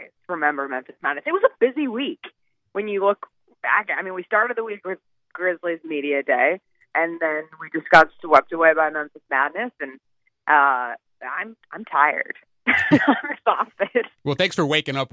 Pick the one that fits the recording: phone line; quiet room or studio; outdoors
phone line